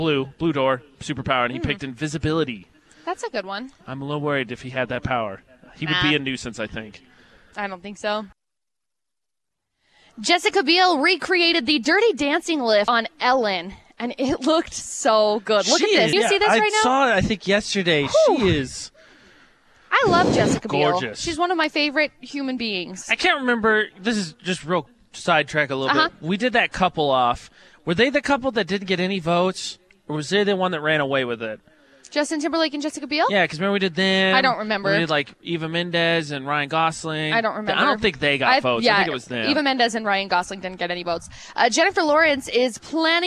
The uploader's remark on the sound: broadcast live from Bear River High School